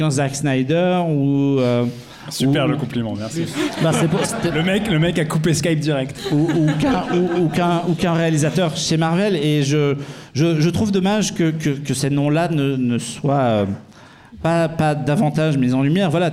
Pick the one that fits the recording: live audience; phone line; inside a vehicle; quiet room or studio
live audience